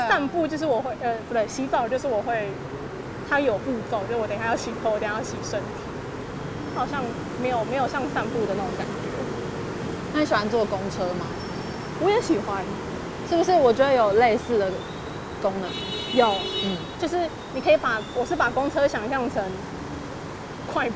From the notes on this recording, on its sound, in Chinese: 邊散步邊錄音。將噪音打包成環境音，。為什麼想要在環境噪音中聊天？